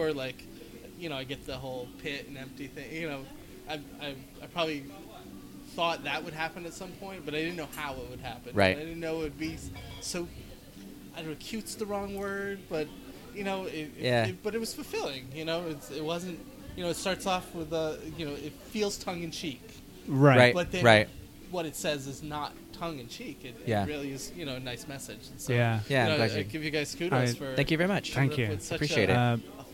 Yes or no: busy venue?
yes